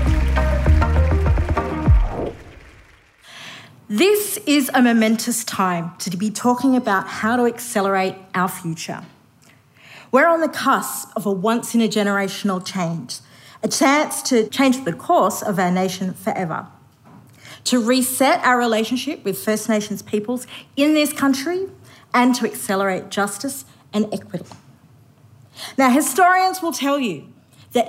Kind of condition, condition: setting, live audience